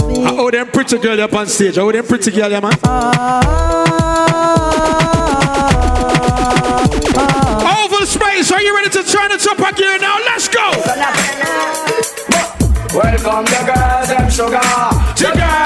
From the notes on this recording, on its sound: Live audio from me in the clubs